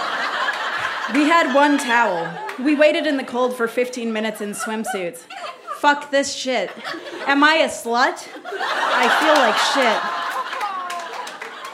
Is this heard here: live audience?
yes